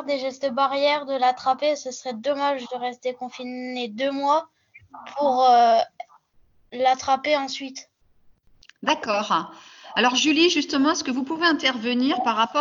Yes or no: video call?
yes